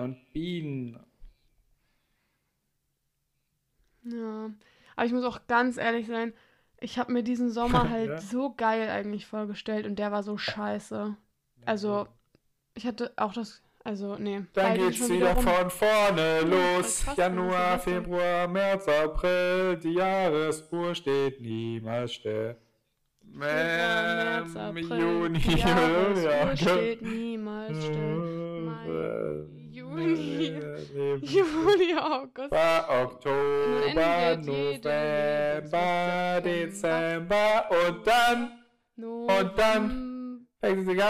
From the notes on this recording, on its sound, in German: Wir nehmen zum ersten Mal getrennt auf, also ist der Ton nicht ganz perfekt.